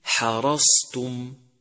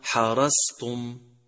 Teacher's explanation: وأما الملاحظات على نطقه فهي: أولا يجب تفخيمه خاصة إذا جاور حرفا مرققا، مثل بمسيطر بمسيطر، وكذلك إذا جاور التاء مثل حرصتم، لأنك إذا أهملت تفخيمه انقلبت الصاد إلى سين · Shown in: first take · فبدل أن تقول حرصتم تقول خطأ حرصتم.